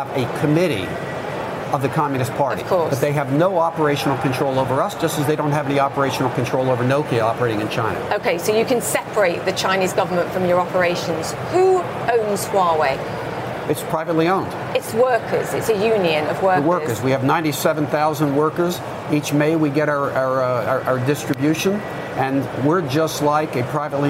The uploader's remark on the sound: live from the New York Stock Exchange.